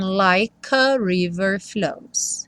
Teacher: o like não vai ter o E pronunciado, e aí o K já junta no A do a river